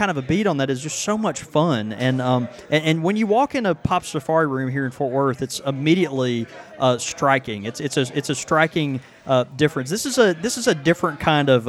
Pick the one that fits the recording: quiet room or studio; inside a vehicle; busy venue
busy venue